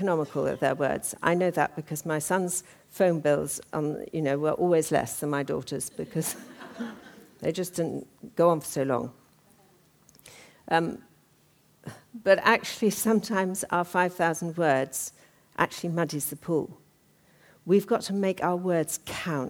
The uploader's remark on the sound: talk from the 2013 Women and Leadership Conference